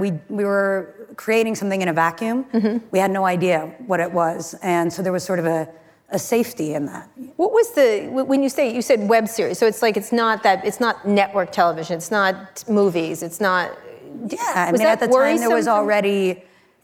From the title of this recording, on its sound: Live at Code 2019